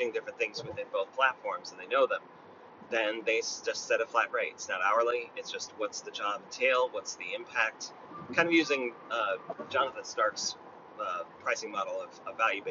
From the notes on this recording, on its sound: I thought it might be fun to record an episode in my Tesla while I was running some errands. I don’t know if the audio quality is going to be enough.